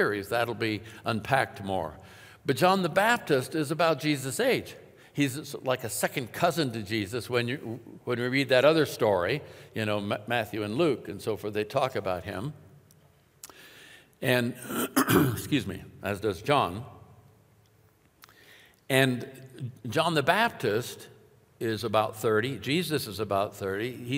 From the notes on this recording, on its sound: Welcome, friends, to New Year’s weekend at Timberline Church.